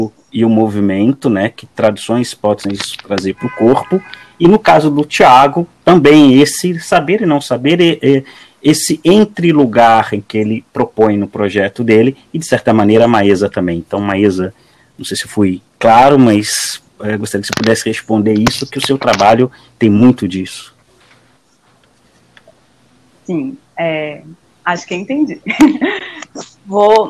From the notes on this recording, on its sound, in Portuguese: Programa gravado em casa, de maneira remota por conta da pandemia do novo coronavírus.